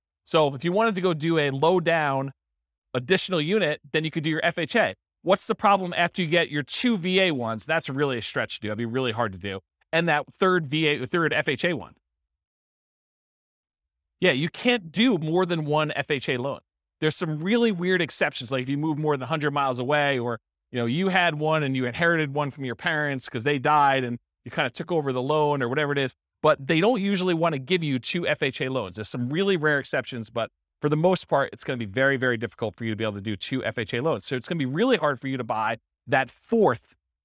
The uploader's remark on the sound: This was a live class recorded.